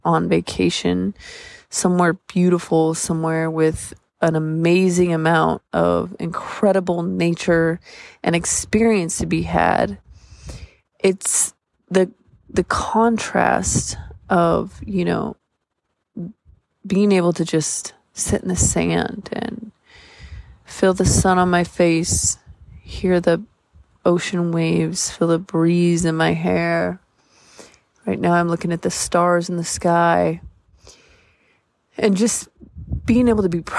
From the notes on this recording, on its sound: Enjoy the bonus wave sounds in the background - I recorded this one by the beach ;)